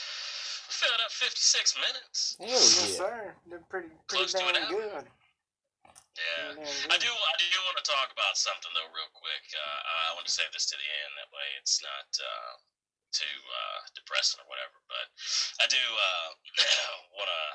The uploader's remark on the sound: In this episode of the podcast we try a new recording technique which has brought you the shit quality that no other podcast promises. If you can get past the horrible audio in this podcast then you are truly a fan and we thank you.